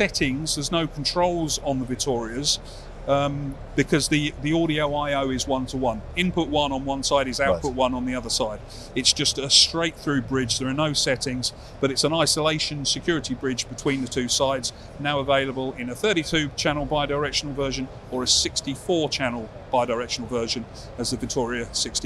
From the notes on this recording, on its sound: At ISE 2024